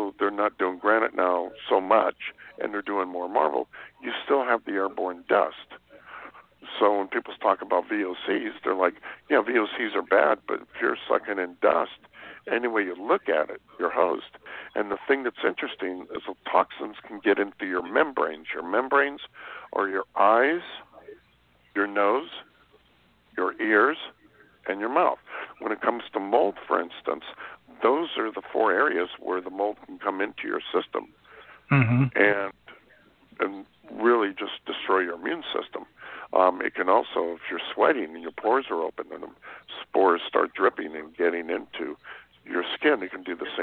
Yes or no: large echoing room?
no